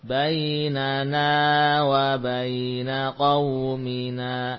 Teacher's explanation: nun yang pada kalimat wa baina pendek. Sehingga berusaha langsung pindah ke huruf qaf. · Term: nun pendek